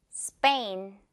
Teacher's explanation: S랑 T처럼 이렇게 P도 S랑은 만나면 소리 진해진다는 거 기억해 주세요. · Term: 된소리